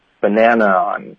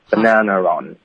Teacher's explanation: 英式的口音会用一个 R 的音连读 · Shown in: second take · ，所以比如会有一个 r，就突然间有一个儿化音出现了，然后下一个音节是 r 开头，所以比如你说 banana。On the table, OK,就是桌子上有一个香蕉，对吧？它这里提供的。那 banana 跟 on 在美式中，我们就说 banana on, on 就直接连发过去，不停顿，然后没有什么添加音。那英式口音会导致一个儿化音，bananaon，直接连发不停顿。嗯哼，好，就这样啊，banana